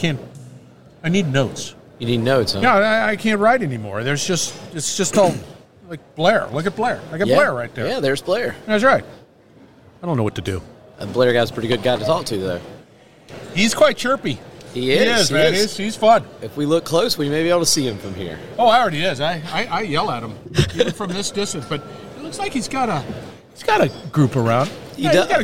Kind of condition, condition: setting, busy venue